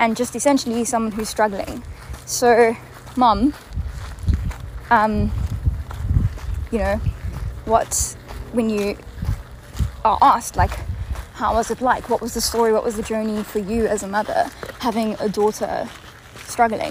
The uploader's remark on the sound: It was recorded whilst my mom and I were walking on one of our favourite trails - so you will hear some dogs barking, footsteps, background chatter and waterfalls…but I kind of like the organic unfolding of being out-and-about in nature with my mom.